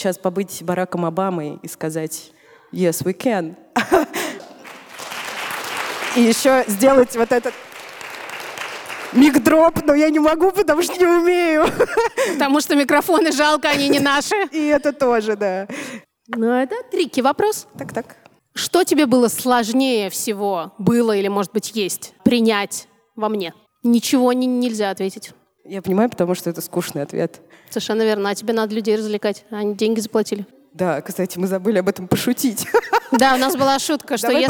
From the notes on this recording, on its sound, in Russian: Мы встретились со слушательницами (и четырьмя слушателями!) в ДК Рассвет, чтобы провести предновогоднюю открытую запись.